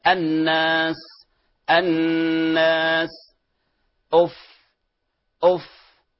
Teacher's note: لأن السين والفاء من حروف الرخاوة، فيها جريان الصوت. إذن في الأولى انحبس الصوت، وفي الثانية الصوت قد جرى فيها في هذا الحرف.